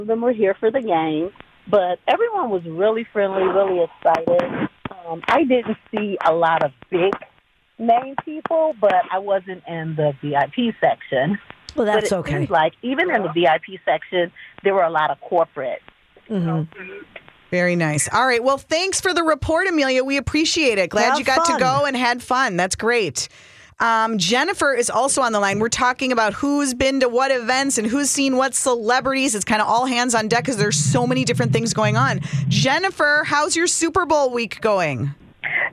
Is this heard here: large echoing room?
no